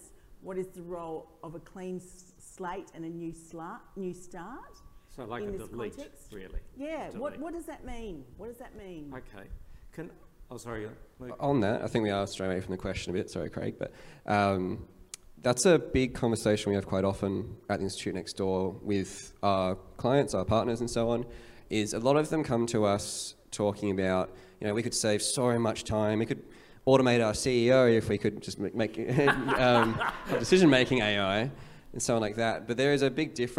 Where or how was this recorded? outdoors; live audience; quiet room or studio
live audience